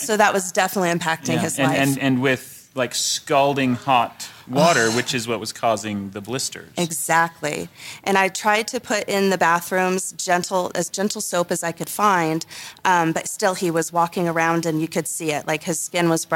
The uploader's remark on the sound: This episode was recorded live at Salt Lake Fan X